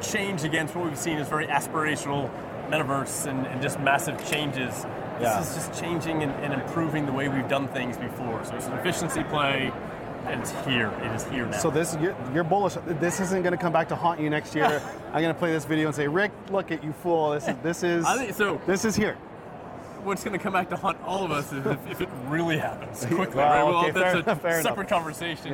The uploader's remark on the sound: hits the floor at Shoptalk , one of the largest commerce conferences in North America